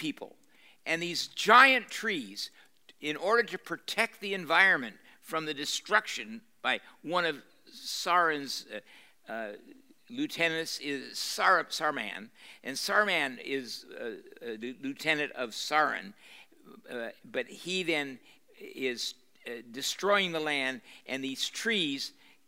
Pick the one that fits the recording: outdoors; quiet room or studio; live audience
live audience